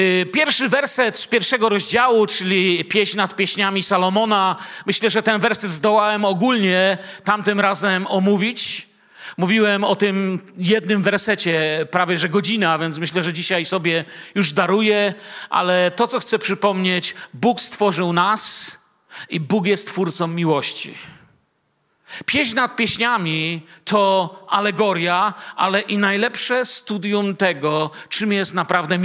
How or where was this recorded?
large echoing room